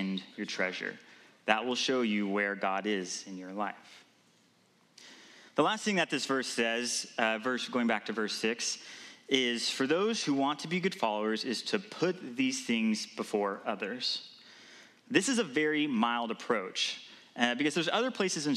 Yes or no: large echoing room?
yes